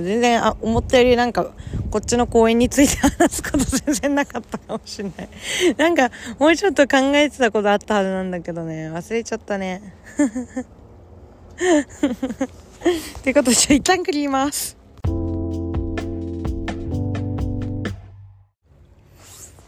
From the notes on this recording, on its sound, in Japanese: 今日は初の試みで海の近くで収録してみました。せっかく素敵な公園にいるので。